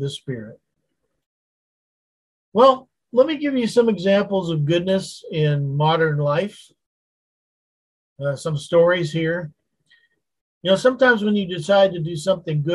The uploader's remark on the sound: Wednesday Zoom study.